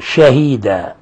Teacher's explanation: قوله تعالى: ويكون الرسول عليكم شهيدا، ميم ساكنة جاء بعدها حرف الشين، ولاحظوا شهيدا، إظهار التفشي في الشين